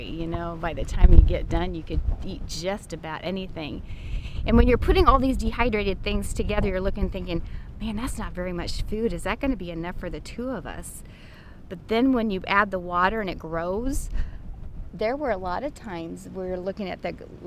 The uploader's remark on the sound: It was recorded on March 30, 2017 on a log on the right bank (descending) looking to Cairo, Illinois, from the confluence of the Ohio and Mississippi Rivers.